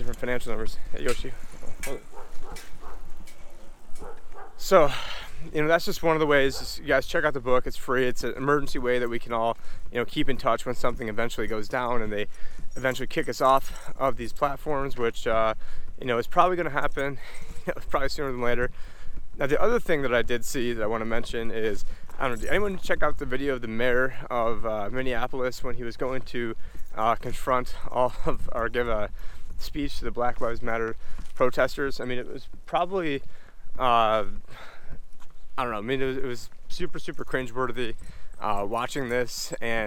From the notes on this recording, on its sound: In this walk and talk